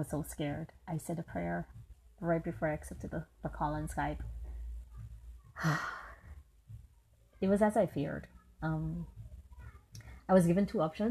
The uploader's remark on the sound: Don't mind the many nature sounds.